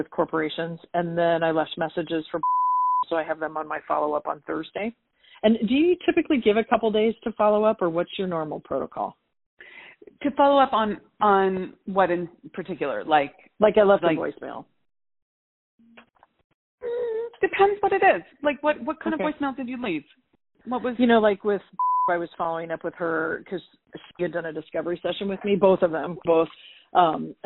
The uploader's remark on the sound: All of these coaching calls have been recorded with permission from my clients.